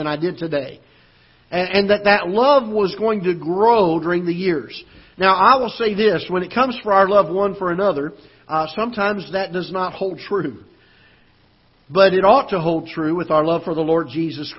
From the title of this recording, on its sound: Ketha Heights Baptist Church ~ Live Broadcast